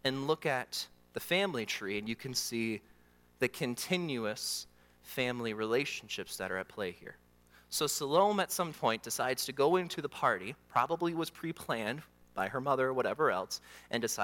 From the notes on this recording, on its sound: during the Morning Worship Service on Sunday, December 31, 2023, at Calvary Baptist Church in Battle Creek, Michigan